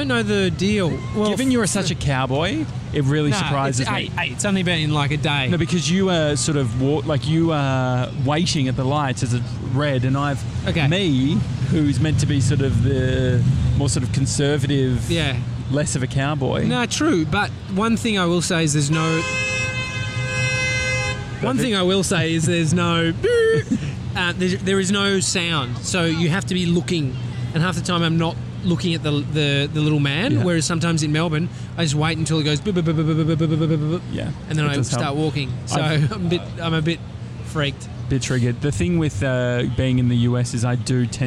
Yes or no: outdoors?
yes